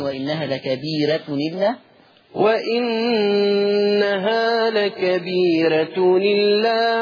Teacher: رققنا الراء وعملنا حكم النقل لورش